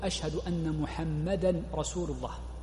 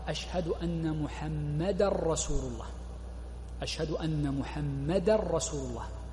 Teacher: من الخطأ الذي يقع فيه كثير من المؤذنين، ولعلي أن أجعله الأخير ربما، وهو عدم إدغام التنوين في الراء في الشهادة الثانية · Shown in: first take · فتجده يقول أشهد أن محمدا رسول الله، وهذا خطأ.